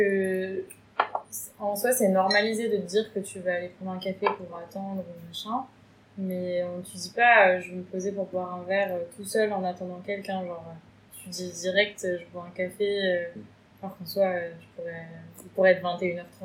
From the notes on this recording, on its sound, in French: on s'excuse pour le bruit du frigo en fond, les aléas de la prod en roue libre à l'Iphone